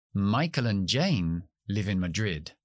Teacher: No decimos and, Decimos and y muchas veces no pronunciamos la D.